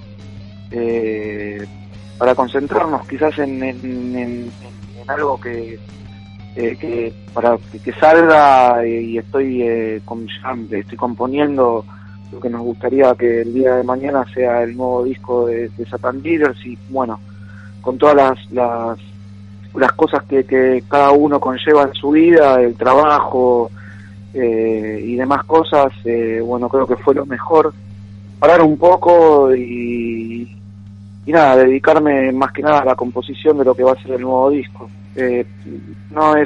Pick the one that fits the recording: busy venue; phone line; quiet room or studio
phone line